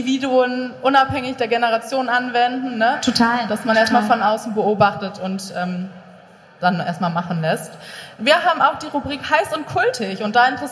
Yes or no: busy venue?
yes